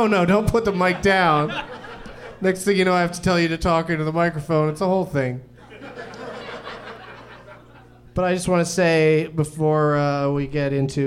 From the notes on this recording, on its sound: Live from the American Comedy Company in Sweet Home San Diego. An audience member.